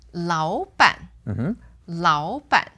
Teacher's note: notice that the first word becomes second tone and the second word stays the third tone